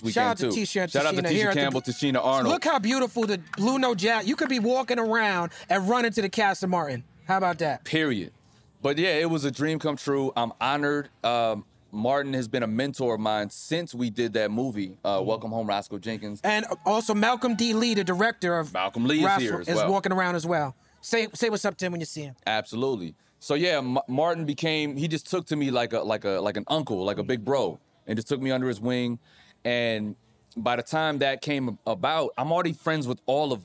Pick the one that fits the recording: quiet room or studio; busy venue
busy venue